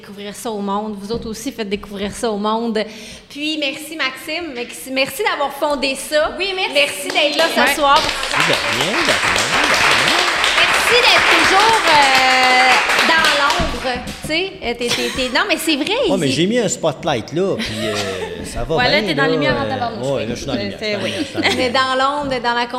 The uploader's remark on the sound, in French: Enregistrée "live" de la nouvelle usine de production de notre partenaire Lagabière et ce devant public!